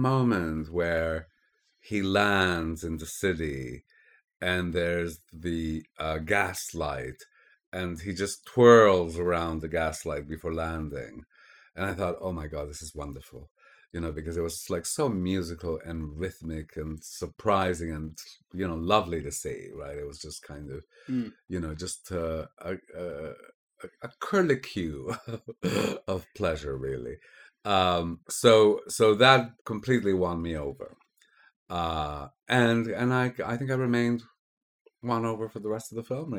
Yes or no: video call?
no